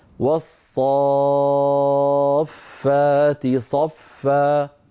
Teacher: مد لازم كلمي مثقل بمقدار 6 حركات، يعني بمقدار 3 أضعاف المد الطبيعي